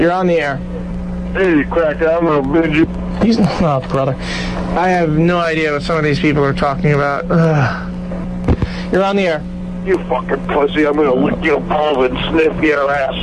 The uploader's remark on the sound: Prank Phone Calls Collection: 17 Crank Calls